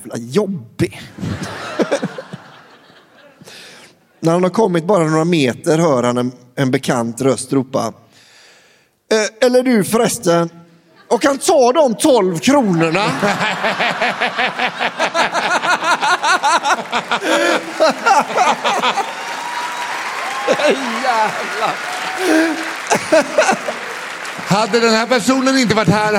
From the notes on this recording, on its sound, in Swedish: Live på Draken – Lördagen.